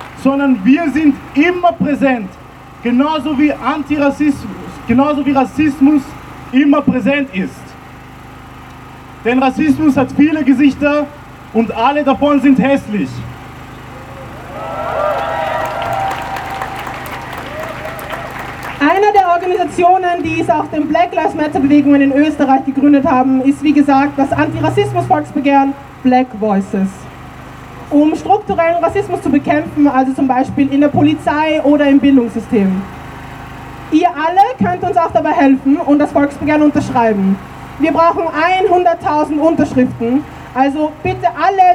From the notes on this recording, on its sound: O-Ton Black-Lives-Still-Matter-Demo. In Wien.